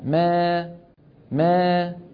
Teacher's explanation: الإمالة الصغرى يرتفع وسط اللسان قليلا